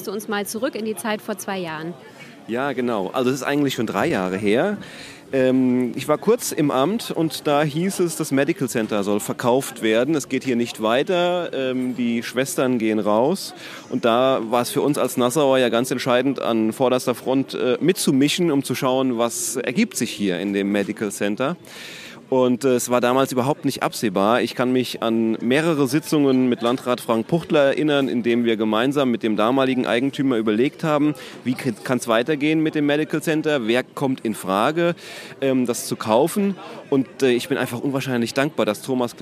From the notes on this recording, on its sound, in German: Auf dem Sommerfest des Medical Centers. Das HÖRlokal war mit seinem Mikrofon dabei und hat sich umgehört.